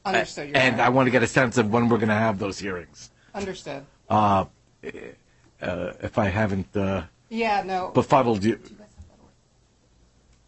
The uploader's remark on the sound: BlockFi Inc. U.S. bankruptcy court hearing recording audio.